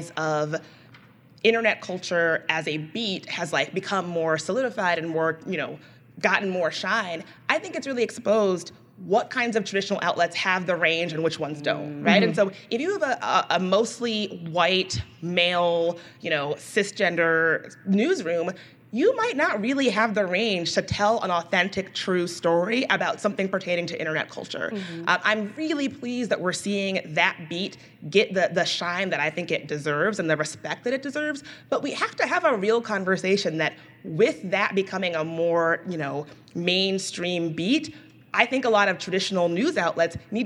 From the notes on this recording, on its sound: ICYMI went to Austin this week and recorded a live show at South by Southwest.